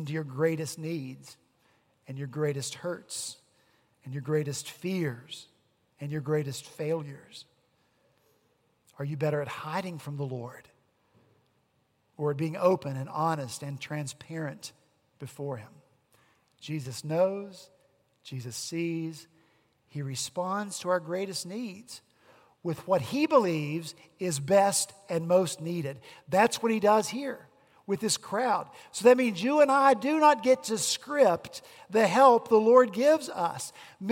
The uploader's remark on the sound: At Redeemer Presbyterian Church in Charleston, SC